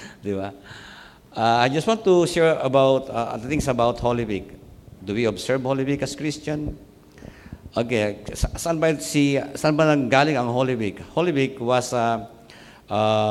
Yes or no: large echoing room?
yes